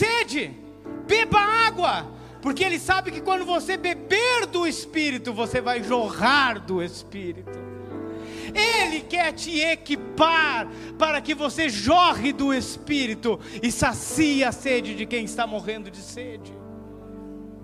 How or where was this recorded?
large echoing room